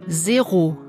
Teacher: Das Z wird auch als stimmhaftes S gesprochen.